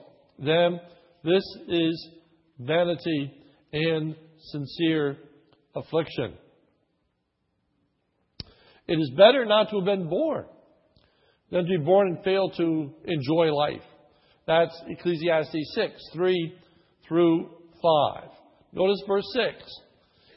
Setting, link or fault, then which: setting, large echoing room